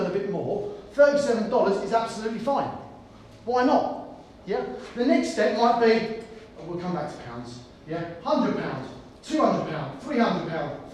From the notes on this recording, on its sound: During the RYA Training Conference in Feb 2020, we delivered a presentation